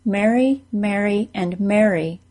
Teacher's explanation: I'm one of the 57% of Americans who pronounce the words Mary, Mary, and Mary the same. · Term: Mary, Mary, Mary merger